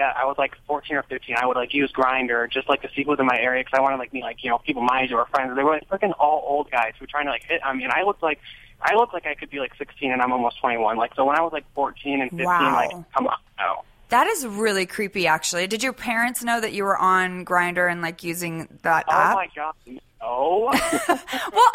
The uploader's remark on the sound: takes phone calls